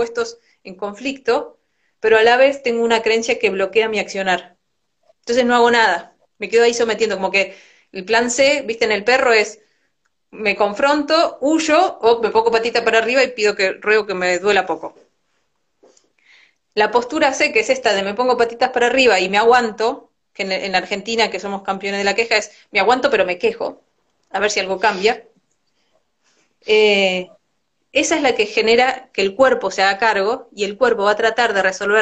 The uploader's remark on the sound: Instagram live